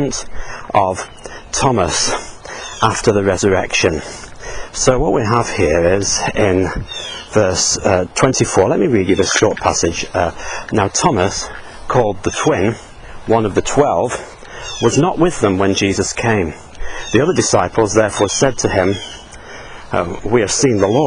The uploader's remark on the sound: while out walking his dog